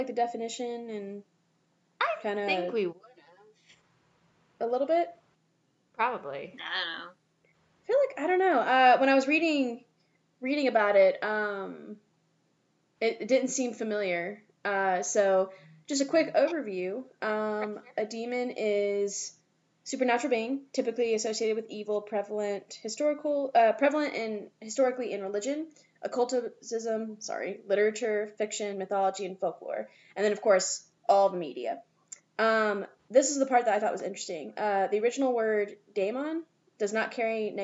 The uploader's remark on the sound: Please excuse our audio problems with this episode, we are still troubleshooting our new setup.